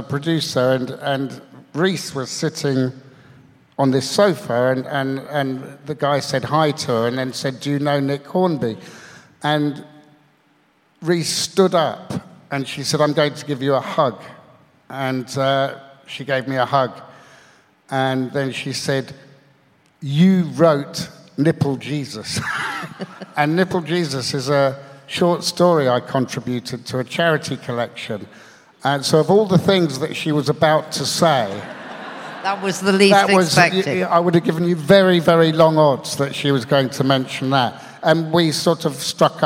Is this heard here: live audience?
yes